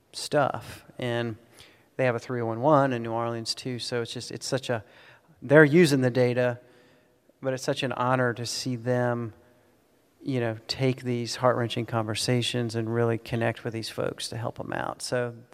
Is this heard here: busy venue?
yes